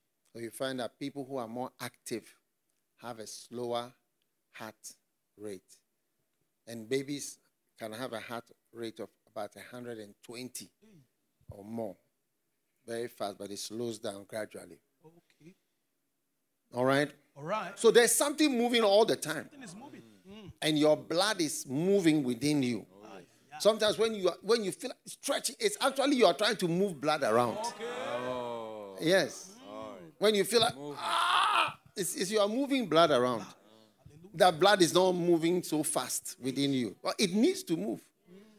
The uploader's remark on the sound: Preached at the FLOW Church.